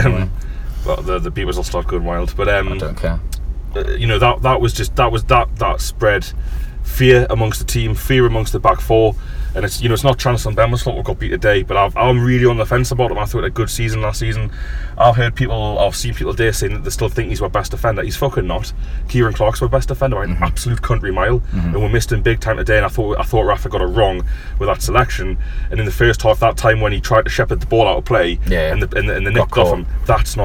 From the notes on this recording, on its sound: join you from a car park outside of Hillsborough